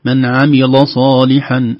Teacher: سيغلظ اللام أو يفخم اللام تأثرا بالصاد